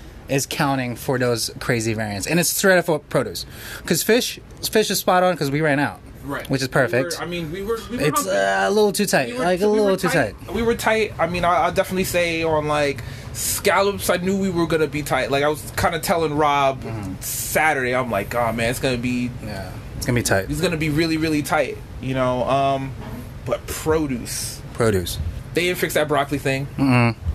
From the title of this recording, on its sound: Live in the restaurant